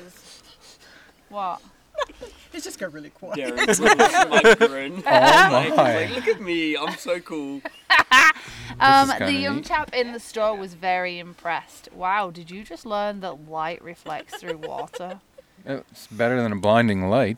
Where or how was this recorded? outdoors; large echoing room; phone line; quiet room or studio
outdoors